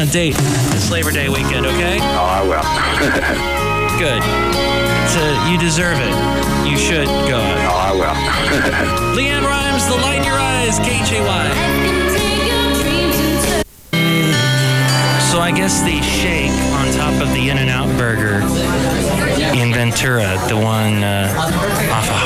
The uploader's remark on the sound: podcasts live from Café Anyway